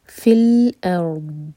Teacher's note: فا کو جب لام سے جوڑیں تو وہاں جھٹکا نہ آئے، حمزہ لائٹ ہوگا